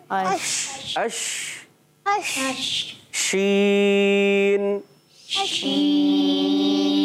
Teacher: پورے قرآن پاک میں یہ ایک ہی حرف ہے جس میں پورے منہ میں آواز پھیلتی ہے · Term: منہ میں آواز پھیل جانا